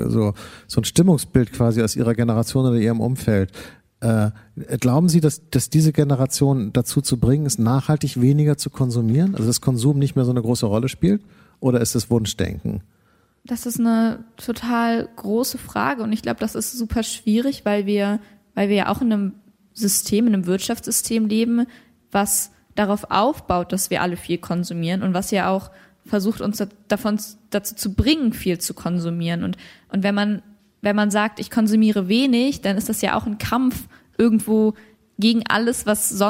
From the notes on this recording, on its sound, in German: Das Gespräch wurde im Rahmen der Veranstaltungsreihe „Unter vier Augen“ am 21. November 2019 am Schauspiel Köln aufgezeichnet.